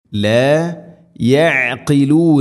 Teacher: عَيْن തൊണ്ടയുടെ മധ്യഭാഗം, അതുപോലെ قَاف ചെറുനാക്കിൻ്റെ ആ ഒരു ഭാഗവും